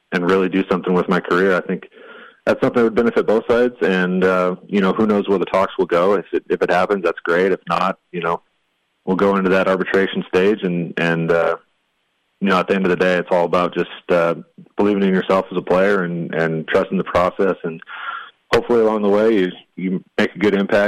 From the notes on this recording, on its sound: catches up by phone